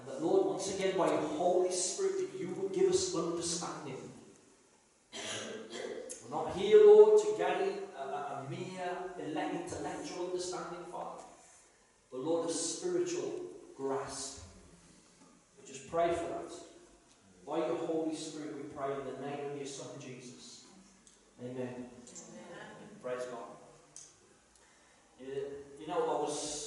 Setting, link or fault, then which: fault, poor sound quality